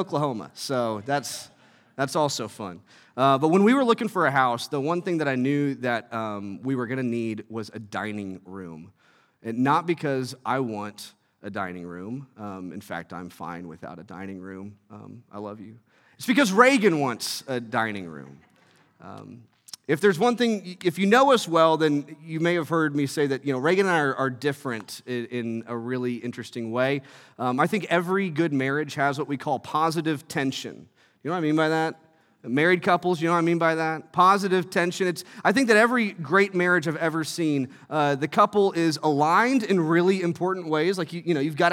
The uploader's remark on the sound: from our Thrive family service in Asbury Hall at 9:30 A.